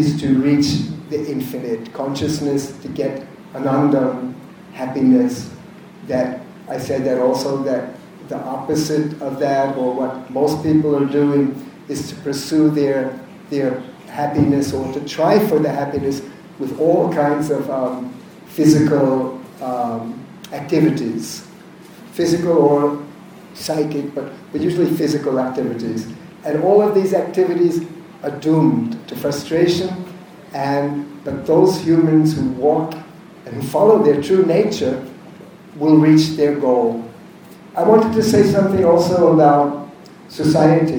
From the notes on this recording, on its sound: This is a recording of a lecture. At the Renaissance Universal Club in Bhubaneshvar, India.